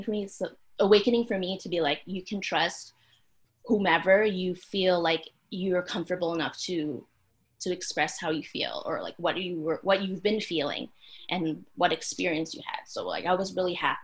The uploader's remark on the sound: The girls back with another zoom session episode.